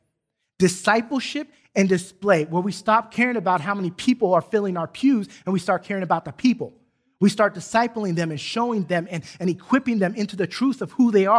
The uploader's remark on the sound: Recorded from South Gate Fellowship in Duncanville, TX on Sunday, August 8, 2021.